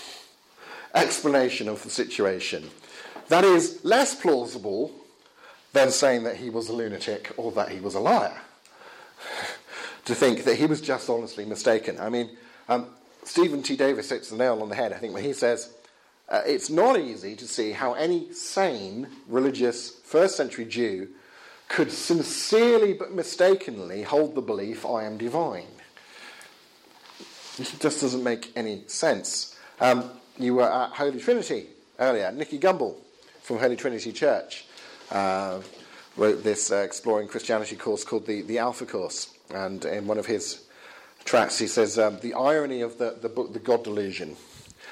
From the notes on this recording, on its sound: Session delivered November 21st 2016 at The Highbury Centre in London for Norwegian Folk School Students.